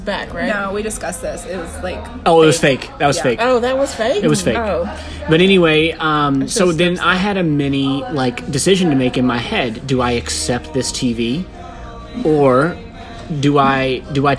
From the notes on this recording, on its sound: LIVE AT ELKHORN TAVERN.